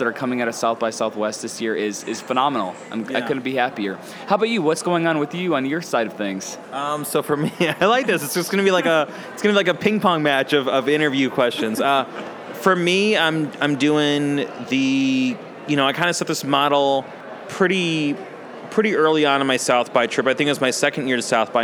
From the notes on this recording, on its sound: In a dual podcast recording. Recorded at SXSW 2016.